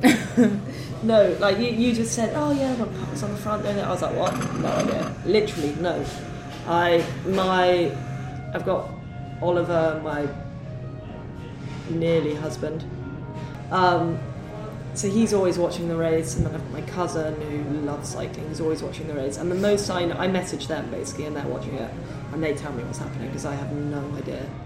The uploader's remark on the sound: In a cafe in Girona (please excuse the background noise!).